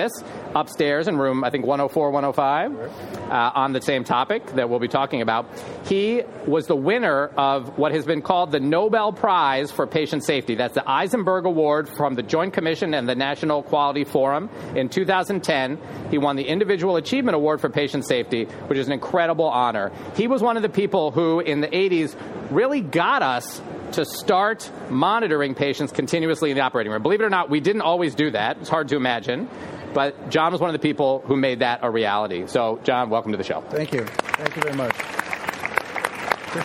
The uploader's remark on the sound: Live from ASA 2023! Recorded before a live audience at the Anesthesiology 2023 Annual Meeting in San Francisco.